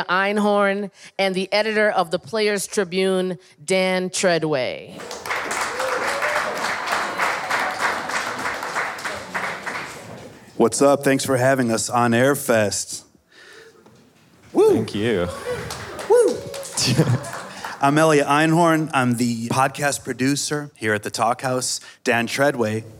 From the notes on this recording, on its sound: Today's episode, a collaboration with The Players' Tribune , was recorded earlier this month in front of a live audience at On Air Fest at the Wythe Hotel in Brooklyn.